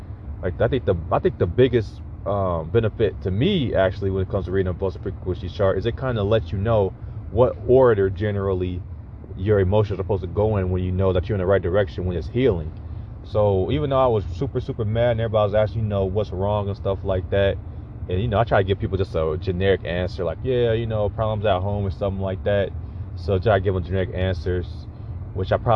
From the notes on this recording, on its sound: I am up in the car working on the course.